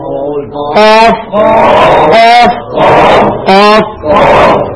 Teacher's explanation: دو نقطوں والا قاف جو ہے یہ تھوڑا موٹا کر کے نکلتا ہے